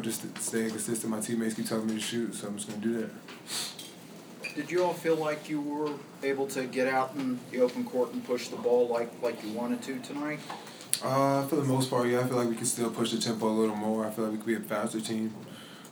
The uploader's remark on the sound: Press Conferences & Post-Game Interviews